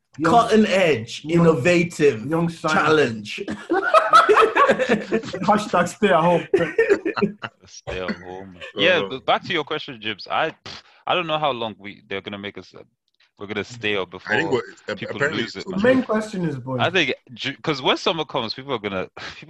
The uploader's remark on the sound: We bring you an episode over Zoom.